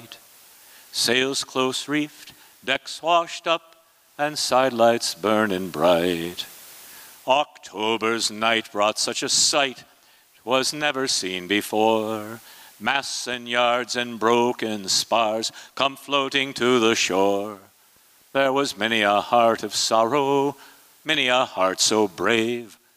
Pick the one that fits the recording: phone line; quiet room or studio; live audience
live audience